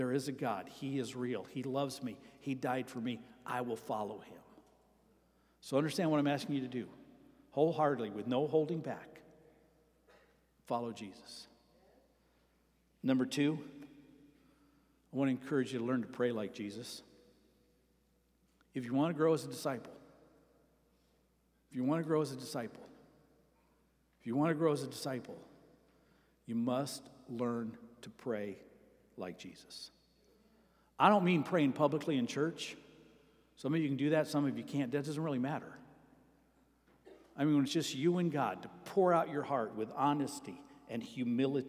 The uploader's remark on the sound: Sermon preached at Avondale Baptist Church